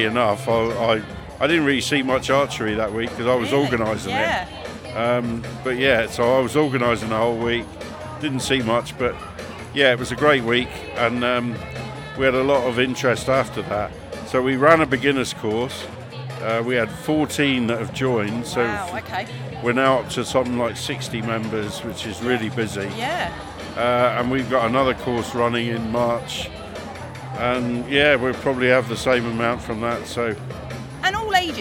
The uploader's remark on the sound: Out and about: Channel Islands Sports Awards. The stories and voices from the 2024 Channel Island Sports Awards.